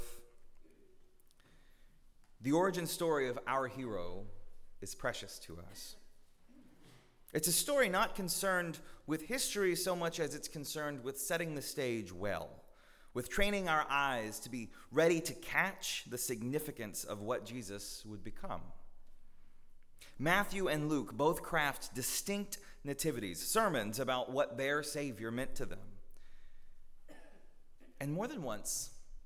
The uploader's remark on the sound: at Northminster Church on December 22, 2019